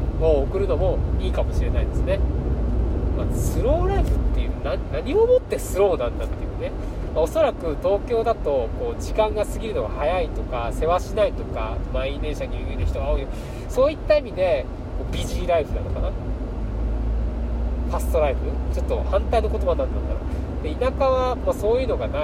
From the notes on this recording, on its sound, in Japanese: 新潟ドライブ中に配信。新潟ドライブ中に暇だったので録音しました。ひとり語り。